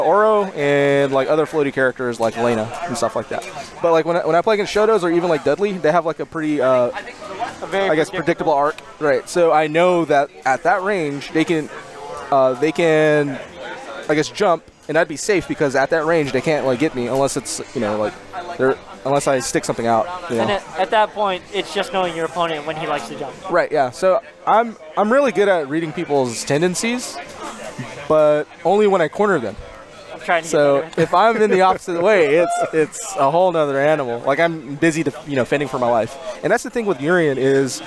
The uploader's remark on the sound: recorded from Free Play Arlington